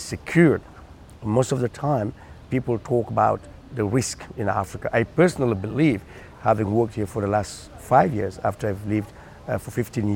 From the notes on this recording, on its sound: recorded at the AfricArena West African Summit in June 2021, held at The Raddison Sea Plaza hotel in Dakar.